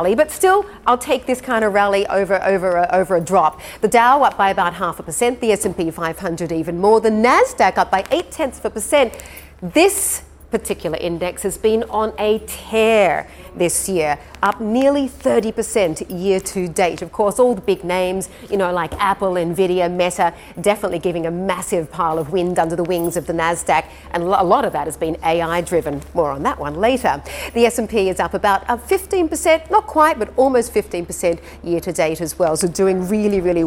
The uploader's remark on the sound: We are live at Vivatech in Paris